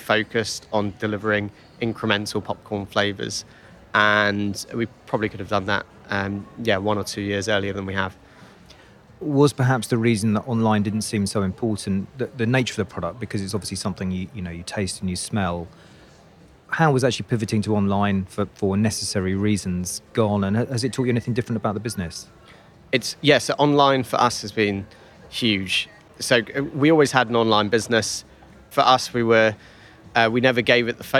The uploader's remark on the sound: Recorded at Spring Fair 2022. Recorded at Spring Fair 2022.